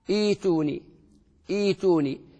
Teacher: لكن إذا ما وقفت على ما قبلها تبدأ بها محققة وتقول ائتوني، فتصبح الهمزة المحققة بعدها تحقق الهمزة الوصل، تصبح همزة همزة قطع مكسورة، وما بعدها ساكنة فتقلب ياء